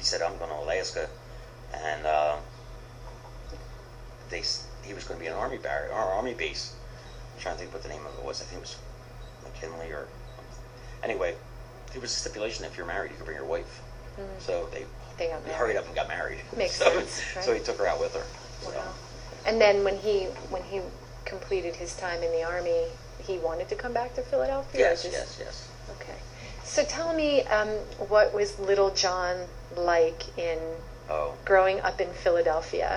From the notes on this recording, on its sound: Audio note: Please forgive the low and rather poor sound quality of this interview.